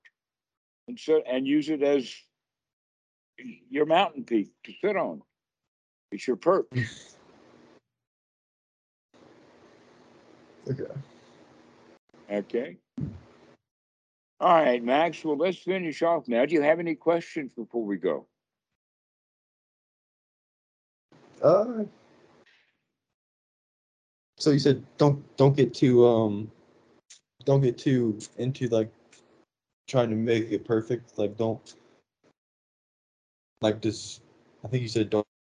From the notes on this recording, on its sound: skype calls